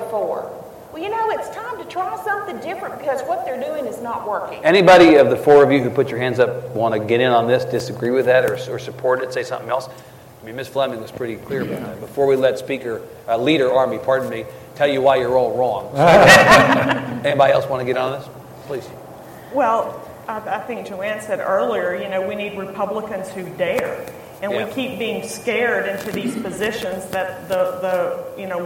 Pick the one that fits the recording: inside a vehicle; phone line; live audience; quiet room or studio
live audience